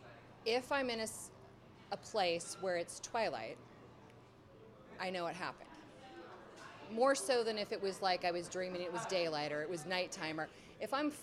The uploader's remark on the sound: The darkened corner of the pubs connected bookstore where the Strange Brau Radio Live "after show" continues the conversations. The lively discussion that can only be had with like minded attendees, speakers and maybe even a few ghost.